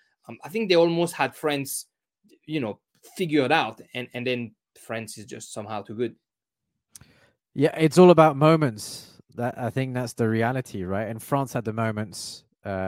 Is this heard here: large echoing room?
no